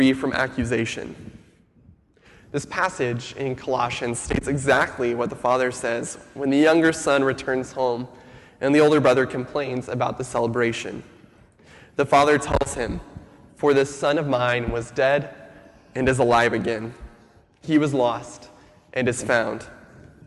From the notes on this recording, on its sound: Sermon audio from FIBC Copenhagen, July 26, 2015.